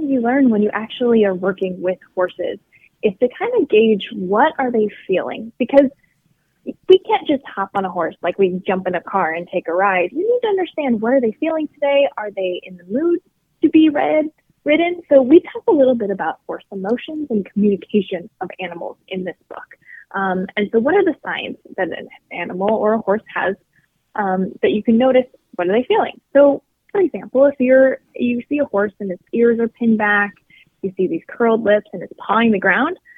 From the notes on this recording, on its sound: called in to share information